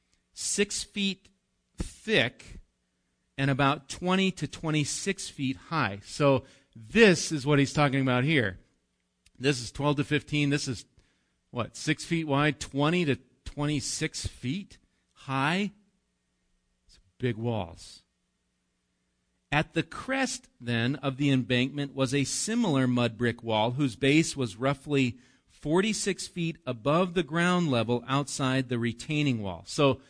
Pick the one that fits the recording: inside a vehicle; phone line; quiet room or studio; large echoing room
large echoing room